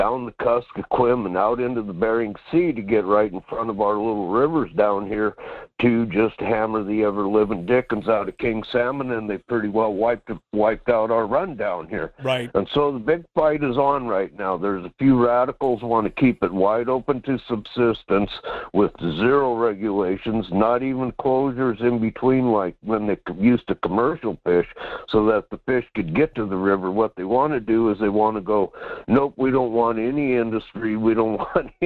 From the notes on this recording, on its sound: First I'll cover the headlines and then we'll just throw the phone lines open and discuss any topic you wish.